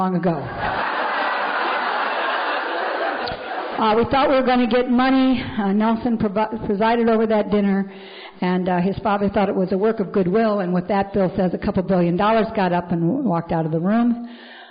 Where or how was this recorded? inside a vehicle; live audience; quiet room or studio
live audience